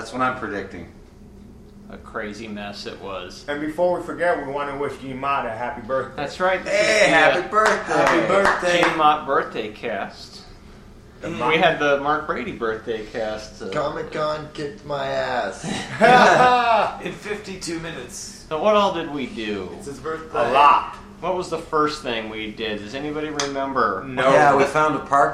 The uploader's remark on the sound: Live from Phoenix ComiCon! The first in a series of three podcasts performed at Phoenix ComiCon 2013.